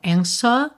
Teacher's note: a gente não pronuncia esse W mesmo com som de U